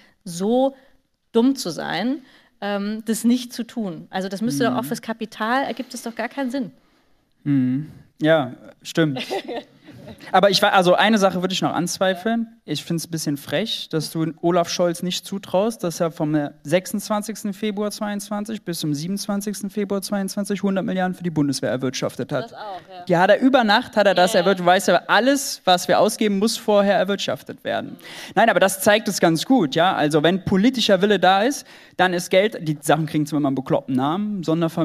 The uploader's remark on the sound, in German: Aufnahme von der Buchvorstellung zu “GENUG!”.